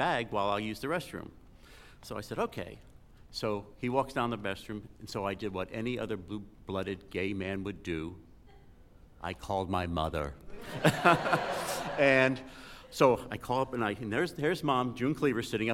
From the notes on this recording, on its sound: an entire night of live storytelling